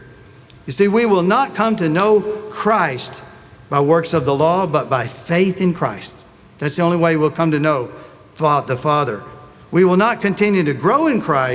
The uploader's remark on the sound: Sunday Message recorded